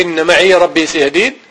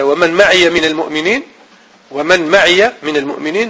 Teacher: أحيانا ينطق بالياء المتكلم ساكنة، أحيانا ينطق بها متحركة